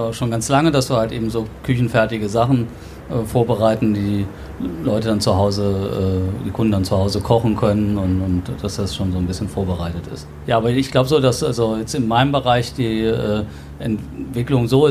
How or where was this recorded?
busy venue